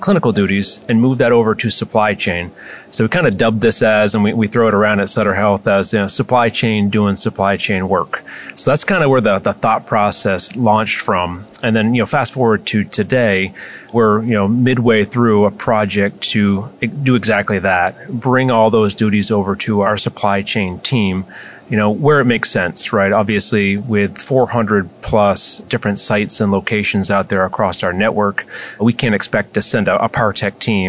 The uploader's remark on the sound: live at AHRMM23 in Orlando